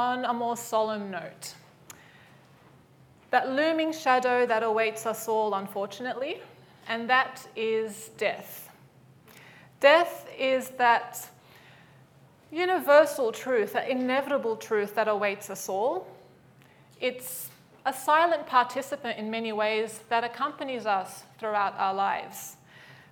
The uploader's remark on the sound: Live at the AM